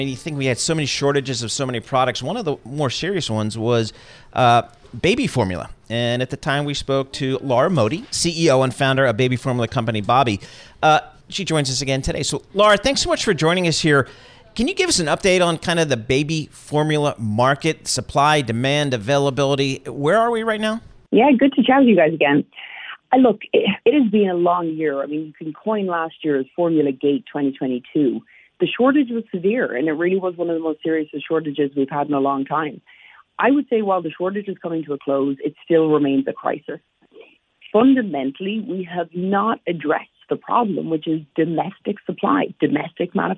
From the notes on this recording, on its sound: joins via phone